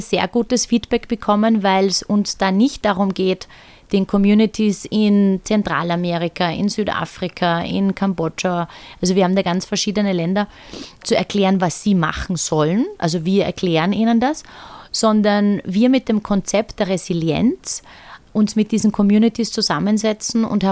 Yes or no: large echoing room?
no